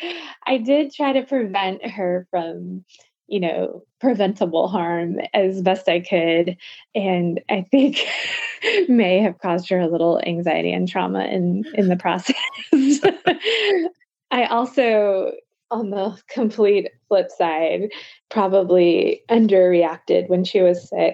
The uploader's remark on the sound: The interview was conducted via Skype.